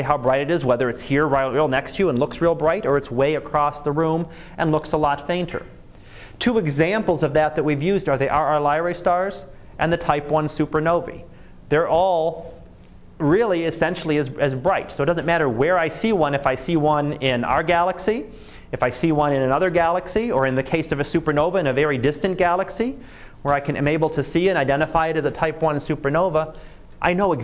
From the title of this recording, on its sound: Live Class Lecture